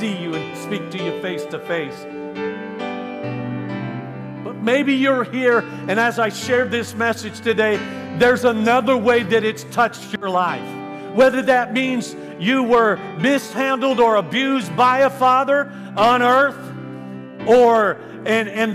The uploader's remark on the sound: This message was recorded live from Central Assembly of God, Bethlehem Pennsylvania.